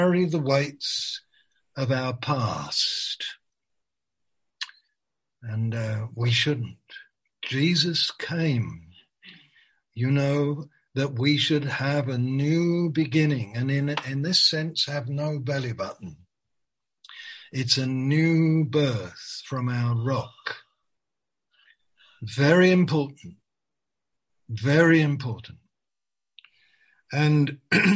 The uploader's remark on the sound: Malaysia Meets (Zoom).